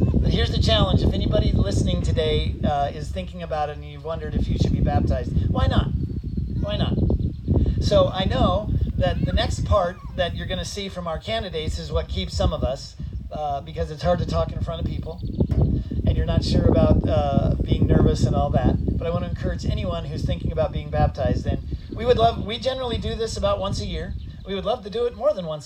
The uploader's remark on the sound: Church at the pond - Baptism.